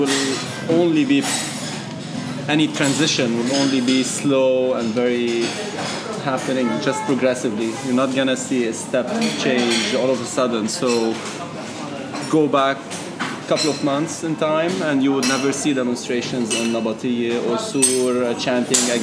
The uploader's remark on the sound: We're joined by family and friends for an improvised episode. This episode takes place at a cafe in downtown Beirut, and is recorded over two sessions: the first in the early afternoon as the protests were growing; the second in the early evening while ongoing protests continued into the night.